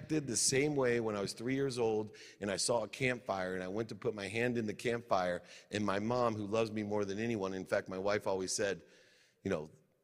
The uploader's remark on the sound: Today's episode is from a speech I gave earlier this year at the Grow For God Conference in Kentucky.